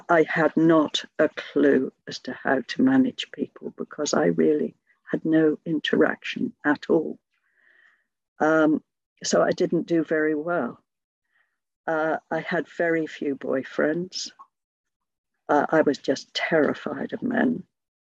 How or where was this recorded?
video call